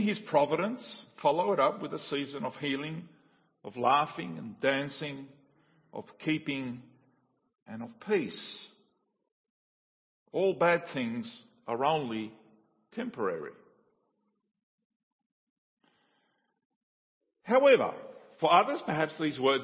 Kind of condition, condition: setting, large echoing room